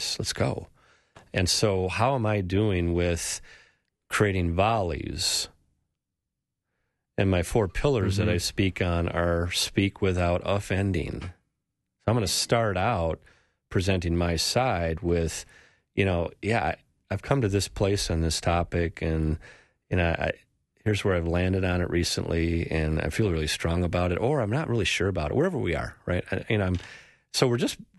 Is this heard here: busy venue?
no